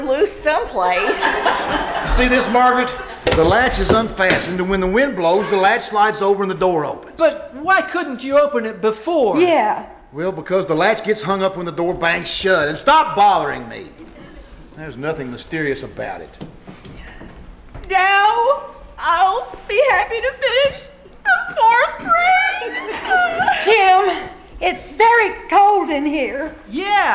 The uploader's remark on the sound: Performed "LIVE" at the First Vineyard Winery in Jessamine County, Kentucky. Here is the audio from the first half of their show.